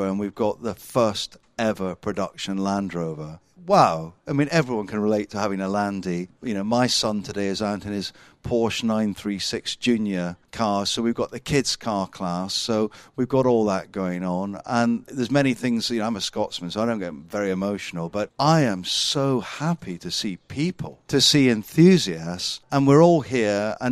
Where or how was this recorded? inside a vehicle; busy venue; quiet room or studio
busy venue